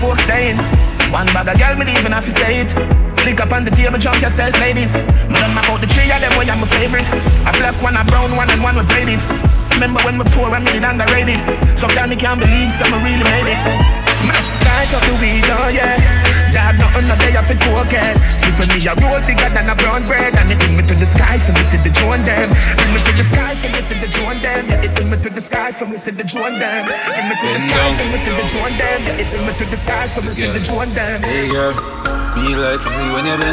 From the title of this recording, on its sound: BRRRP BBQ 2023 LIVE AUDIO